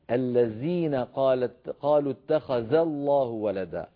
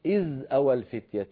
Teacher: تنطق الزال تنطقها أز كالعامية